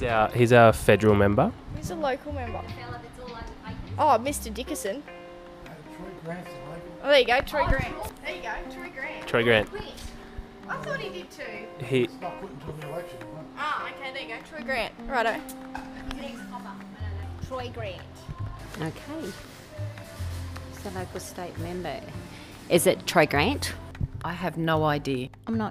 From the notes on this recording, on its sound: Hitting the streets of Mudgee with a microphone.